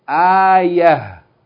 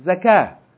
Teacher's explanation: Ta marbuta is pronounced ha. If you stop on it. If you continue reading, naam, then you pronounce it as ta.